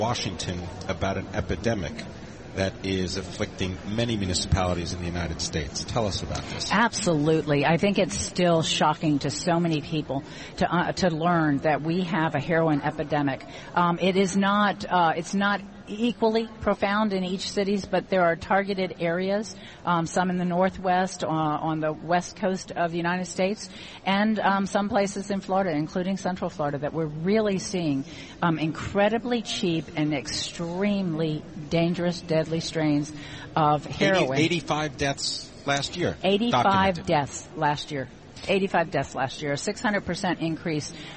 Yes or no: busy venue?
yes